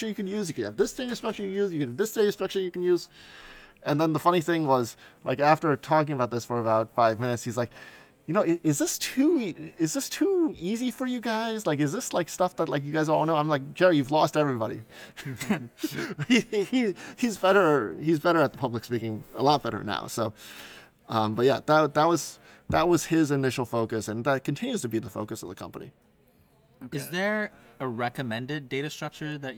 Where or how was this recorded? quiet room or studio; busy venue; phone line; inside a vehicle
busy venue